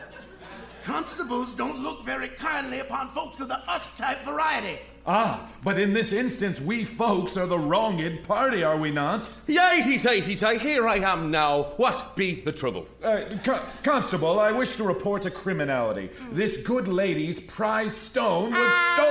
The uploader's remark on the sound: Recorded Live 9/10/2010 at Largo, Los Angeles.